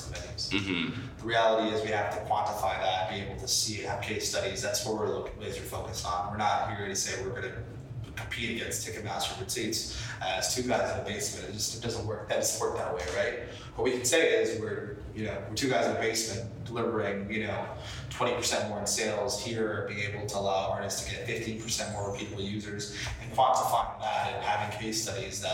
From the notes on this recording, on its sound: We recorded this live in Brooklyn during NFT.NYC and unfortunately, I didn’t have my full mic set up, so the audio isn’t perfect.